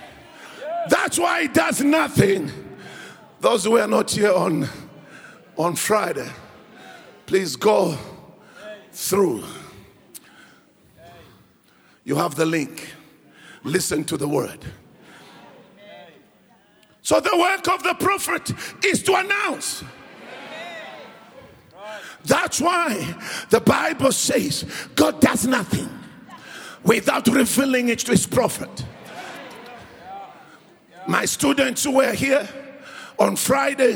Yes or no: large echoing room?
yes